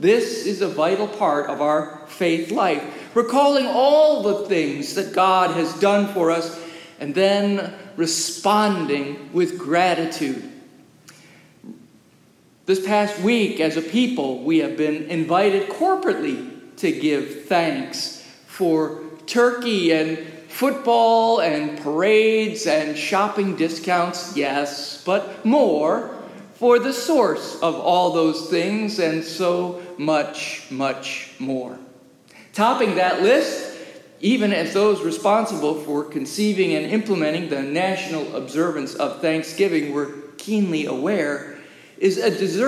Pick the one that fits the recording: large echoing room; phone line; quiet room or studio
large echoing room